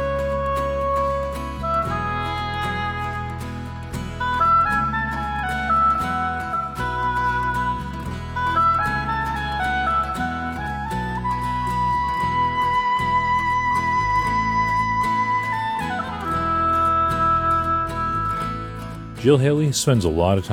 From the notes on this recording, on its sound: we go out to the park